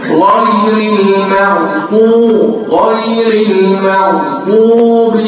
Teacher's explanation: الغين يا اخوانا فيها شيء من التفخيم